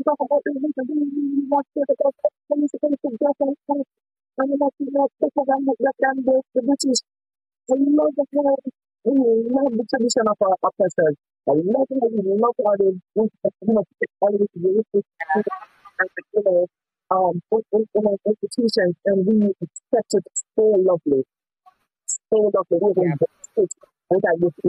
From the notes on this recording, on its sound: Bear with us y'all the audio was a bit shaky